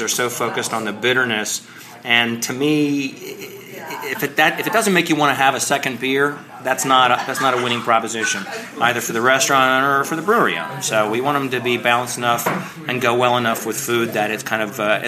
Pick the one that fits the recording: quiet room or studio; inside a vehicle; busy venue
busy venue